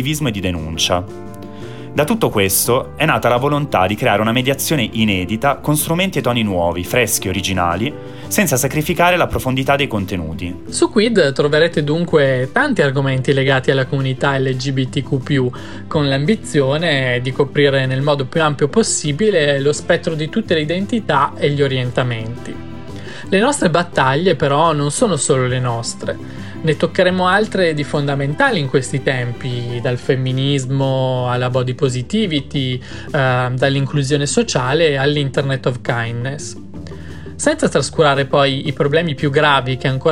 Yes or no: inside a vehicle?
no